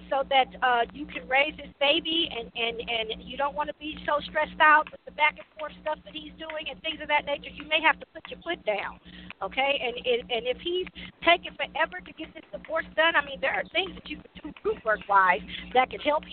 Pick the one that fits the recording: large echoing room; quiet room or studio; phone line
phone line